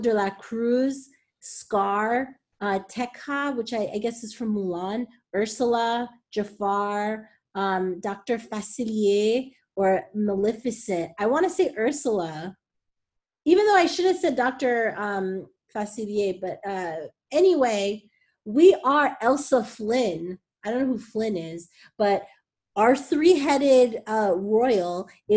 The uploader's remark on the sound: get on Zoom with me